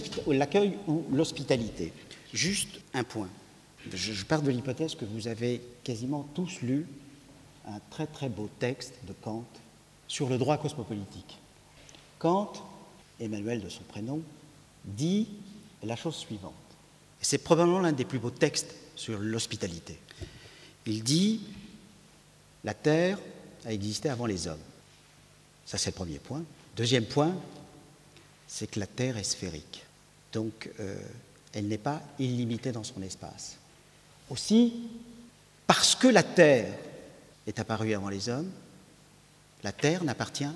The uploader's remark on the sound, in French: Conférence enregistrée le 12/02/16 depuis l&#39;Archipel, à Paris. Conférence enregistrée le 12/02/16 depuis l'Archipel, à Paris.